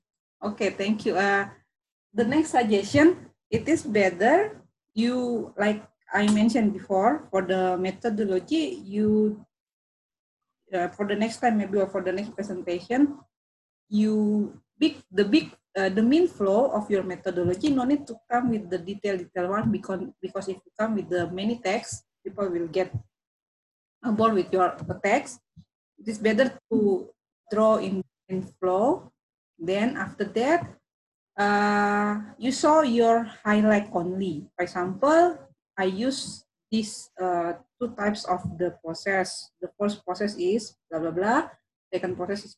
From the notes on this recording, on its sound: zoom meeting